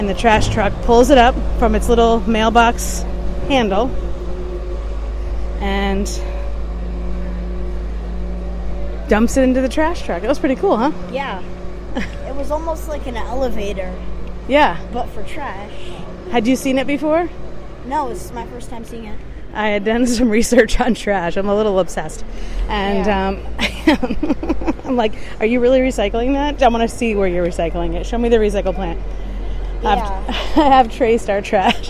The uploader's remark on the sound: explores the sounds of the city at night while they walk through the streets of Florence